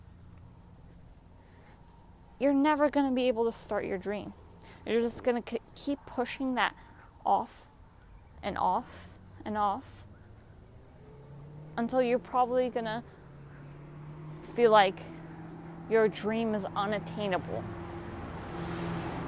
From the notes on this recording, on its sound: Walk and talk with me.